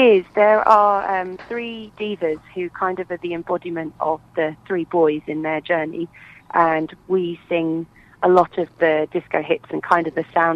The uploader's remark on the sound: on the phone